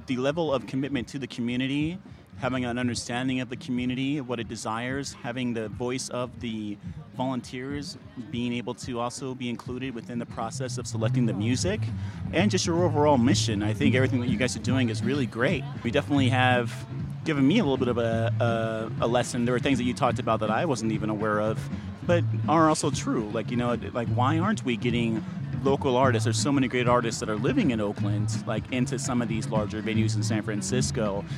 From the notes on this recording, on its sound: Sounds from the Eastlake Music Festival held each year at the Lake Merritt Amphitheater in Oakland. Interviews with organizers, musicians, and artists from this year’s festival as well as music from some of the performers.